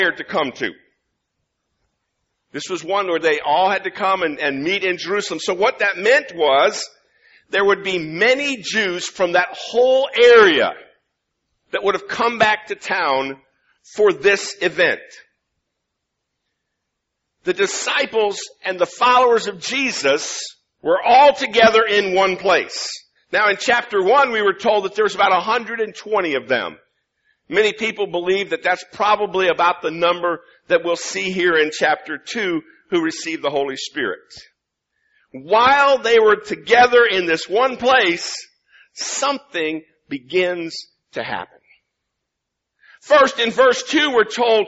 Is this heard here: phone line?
no